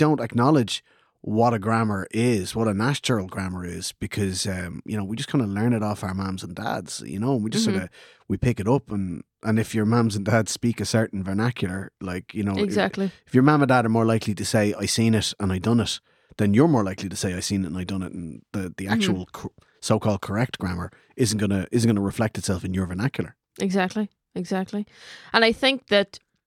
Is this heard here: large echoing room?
no